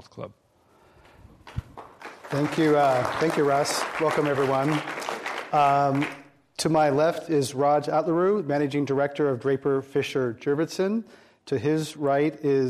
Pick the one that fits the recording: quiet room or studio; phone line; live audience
live audience